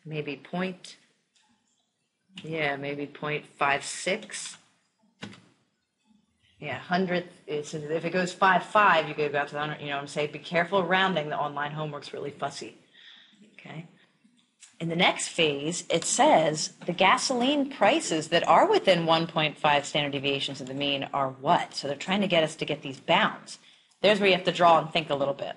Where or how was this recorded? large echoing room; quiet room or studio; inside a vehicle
large echoing room